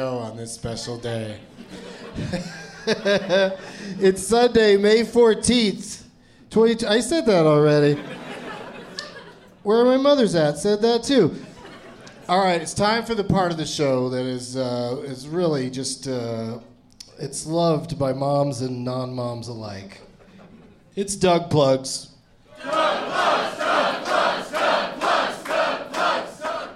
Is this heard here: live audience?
yes